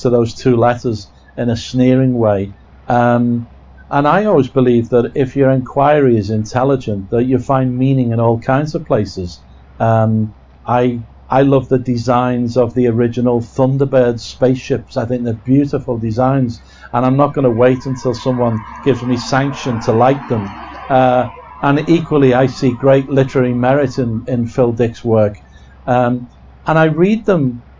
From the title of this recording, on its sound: From PKD Fest 2019